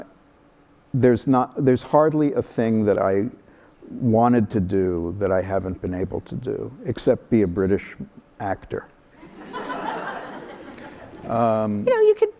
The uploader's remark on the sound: live on stage